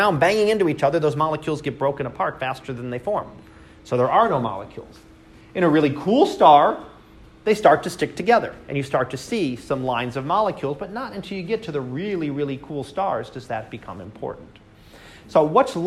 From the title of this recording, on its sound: Live Class Lecture